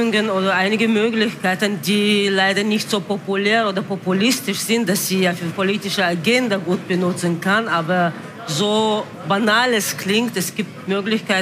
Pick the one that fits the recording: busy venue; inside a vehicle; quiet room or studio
busy venue